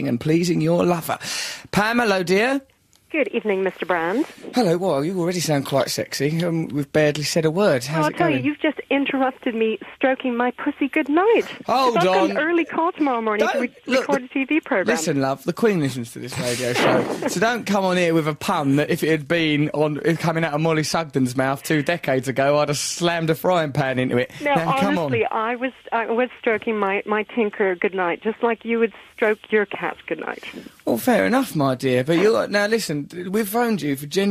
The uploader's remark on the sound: phones up his agent